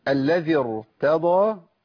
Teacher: أنا عندي الراء هنا مفخمة مع إن قبلها كسر أصلي